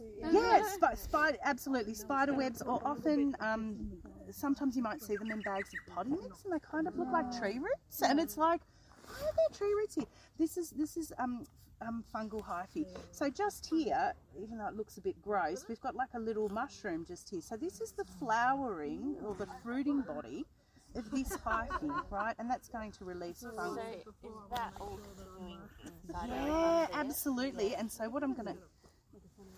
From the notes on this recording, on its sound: A live in action podcast of workshops and interactions with participants and organisers of the event.